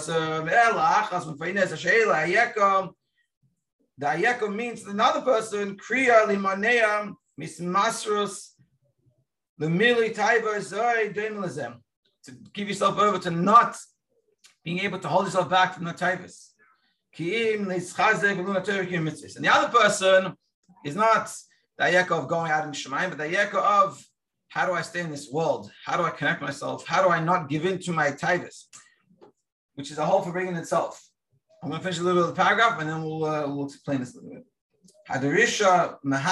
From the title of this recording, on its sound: Daily Zoom Shiur